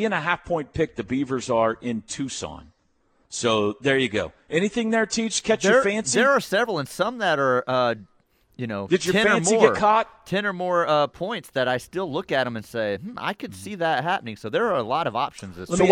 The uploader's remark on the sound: LIVE FROM BROWN OHAVER